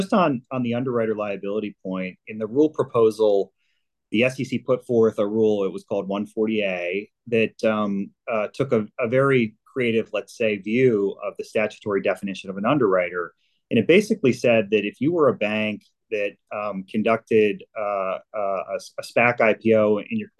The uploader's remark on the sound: Spoke with a panel of SPAC legal experts. This originally aired as a live webinar.